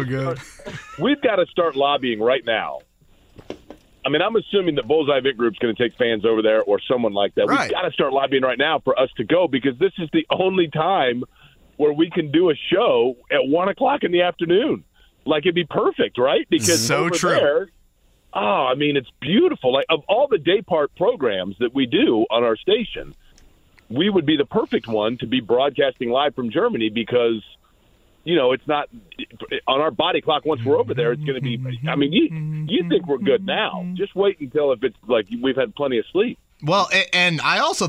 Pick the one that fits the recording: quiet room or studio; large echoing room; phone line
phone line